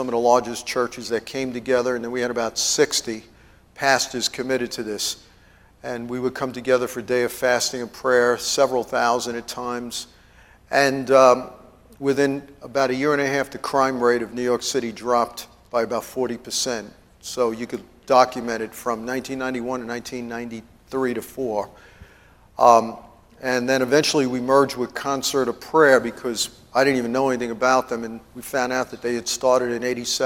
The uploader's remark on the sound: TEACHING AT IMPACT CT CONFERENCE MAY 1